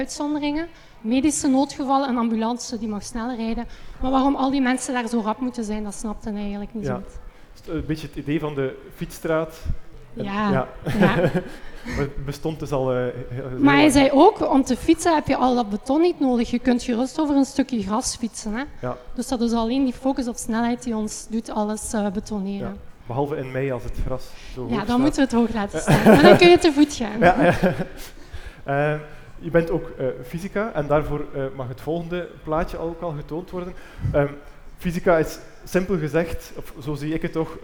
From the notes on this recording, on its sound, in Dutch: Dat was de vraag tijdens een panelgesprek van Eos Wetenschap op het Nerdland Festival.